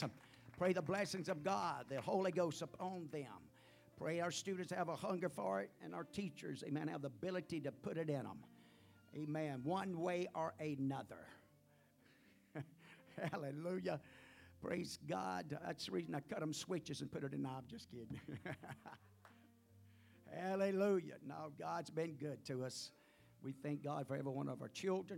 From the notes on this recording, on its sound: at the First Jesus Name Church of Benndale on the Sunday morning